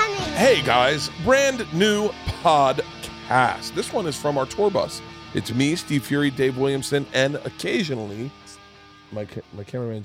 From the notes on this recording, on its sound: I sit down on the Bus in Portland